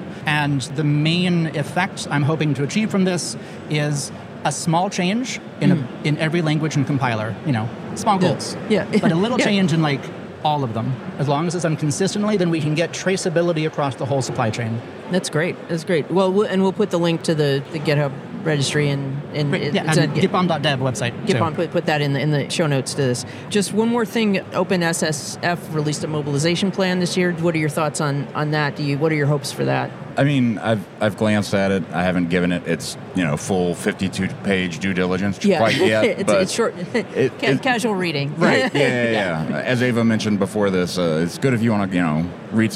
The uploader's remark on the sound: On the Road episode of The New Stack Makers podcast. Was recorded at KubeCon + CloudNativeCon North America here in the Motor City.